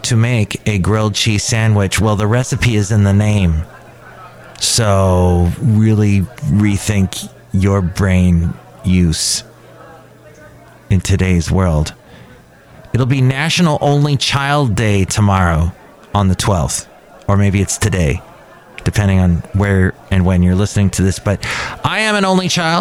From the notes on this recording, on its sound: podcasts live from Cafe Anyway